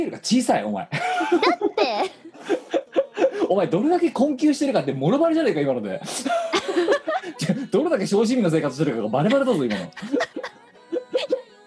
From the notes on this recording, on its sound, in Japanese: 本番組はリモート収録です。収録時環境の影響により、聴き取り辛い部分があります。